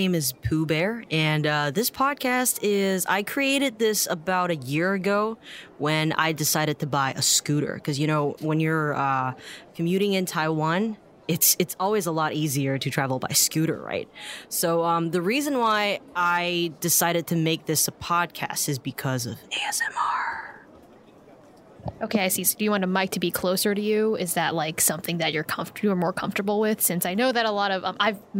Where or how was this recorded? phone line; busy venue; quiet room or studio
busy venue